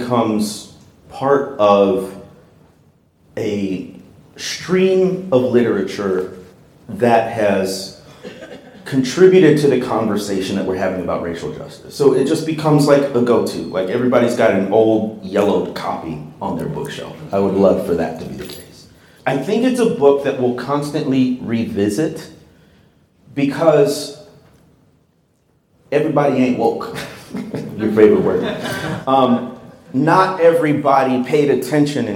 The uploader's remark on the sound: The Color of Compromise 5-Year Anniversary LIVE Event.